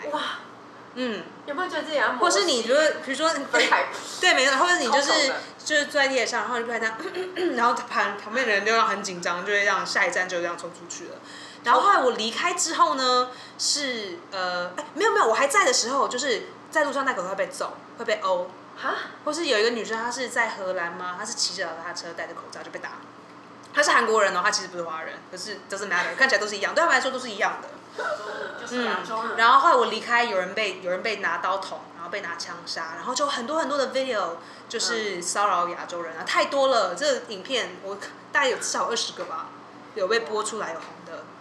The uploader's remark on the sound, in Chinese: 今天節目錄製時比較激動，聆聽時請小心音量。怕女孩們的笑聲太吵轟炸各位聽眾。